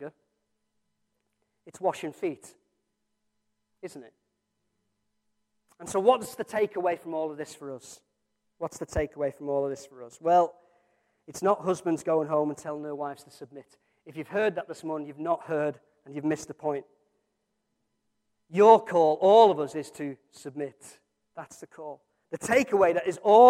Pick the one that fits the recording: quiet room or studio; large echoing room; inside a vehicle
large echoing room